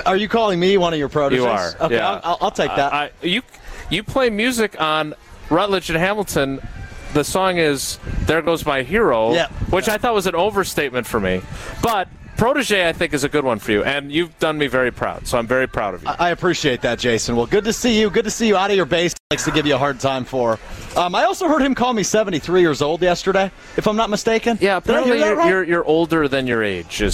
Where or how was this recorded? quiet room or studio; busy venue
busy venue